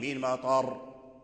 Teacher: الراء مكسورة إذا وقفنا عليها نقف عليها بالتفخيم